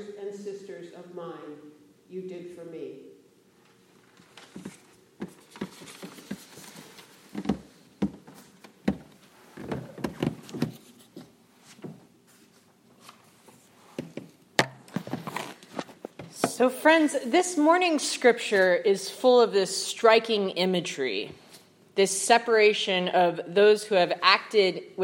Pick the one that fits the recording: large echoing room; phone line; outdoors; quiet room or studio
large echoing room